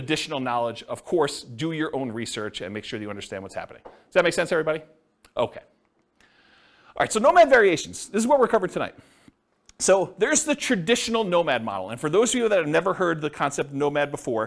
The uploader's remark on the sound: This was a live class recorded